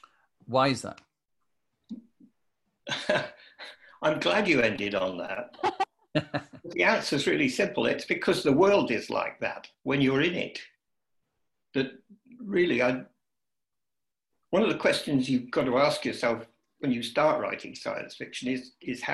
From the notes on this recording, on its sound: Recorded remotely via Zoom due to the COVID-19 pandemic.